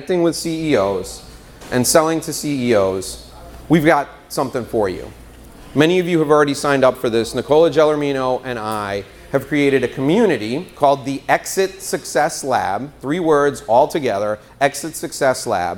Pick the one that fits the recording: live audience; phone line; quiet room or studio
live audience